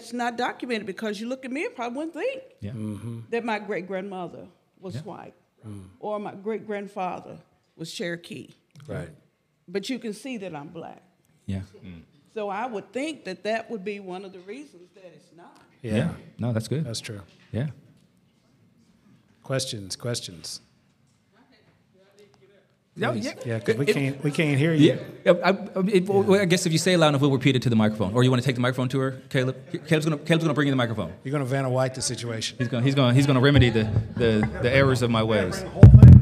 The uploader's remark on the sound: Live Q &. Give time for anyone in attendance to ask questions or share their own stories.